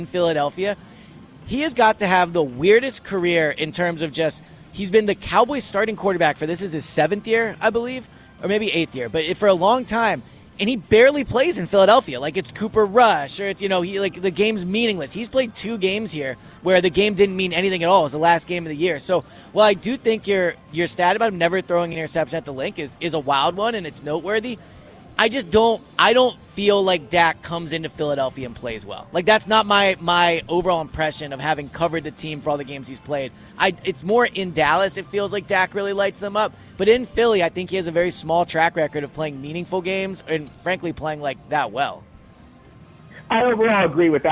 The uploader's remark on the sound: live at Parx Casino